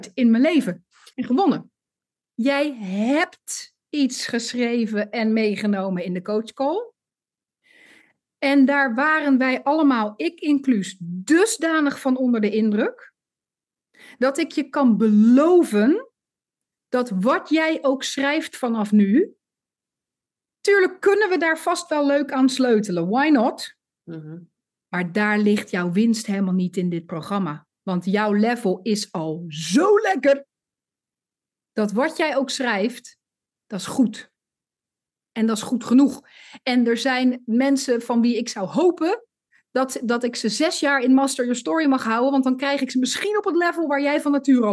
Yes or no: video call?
yes